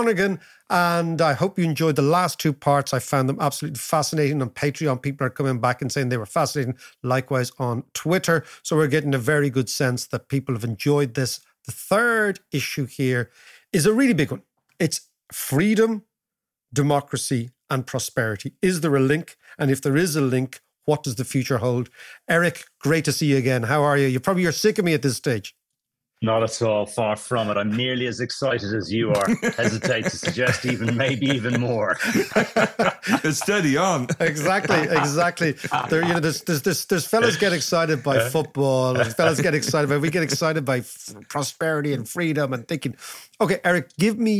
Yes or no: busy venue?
no